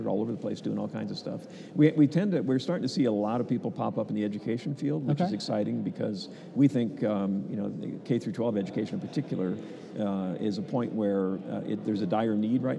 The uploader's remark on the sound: Live from C12